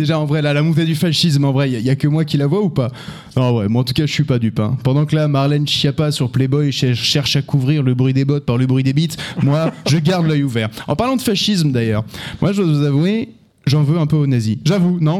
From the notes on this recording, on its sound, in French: Enregistré en public à la Cassette à Aubervilliers.